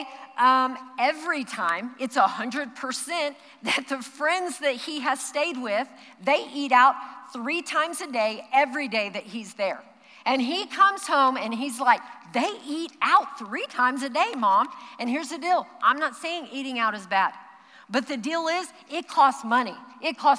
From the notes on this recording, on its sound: Recorded live during our Wednesday night service